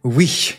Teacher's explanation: a French person say oui, but when they do it, they end it with this sort of puff of air. They say oui, like that.